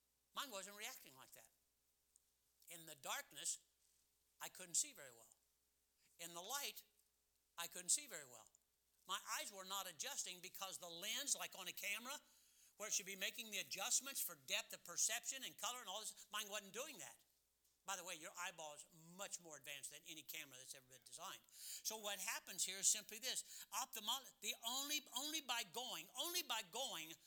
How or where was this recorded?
large echoing room